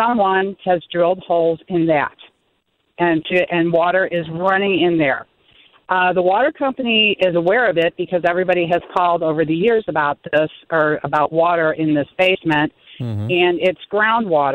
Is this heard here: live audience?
no